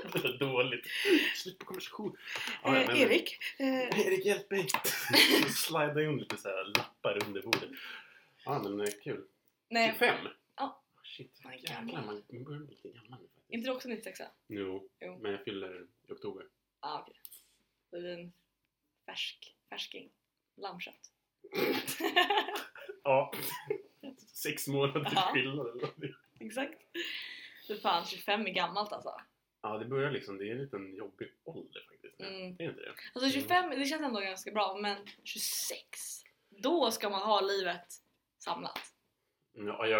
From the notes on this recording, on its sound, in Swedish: Eftersom det är vår första gång vi spelar in något så hoppas vi att ni har förståelse att ljudet inte är 100 %.